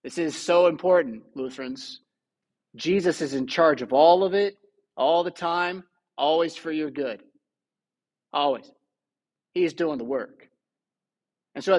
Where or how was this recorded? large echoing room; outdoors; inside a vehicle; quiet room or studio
large echoing room